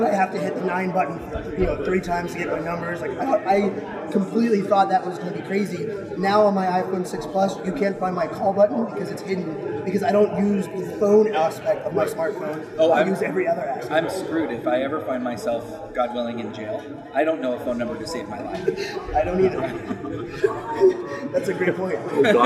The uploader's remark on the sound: live at IBM InterConnect